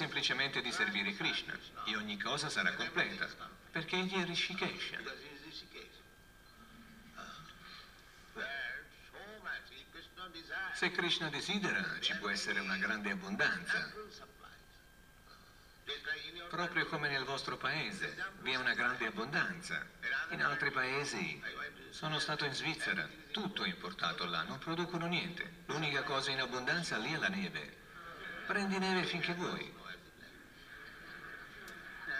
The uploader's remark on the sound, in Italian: in diretta dal Tempio di Villa Vrindavana